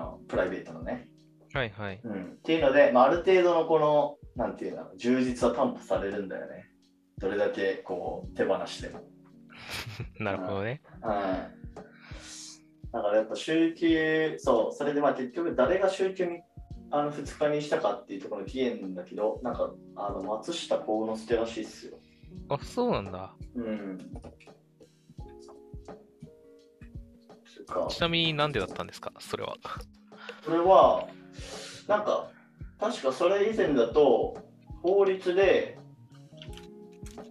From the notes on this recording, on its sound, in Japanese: すみません、前回今回と少し音質悪めです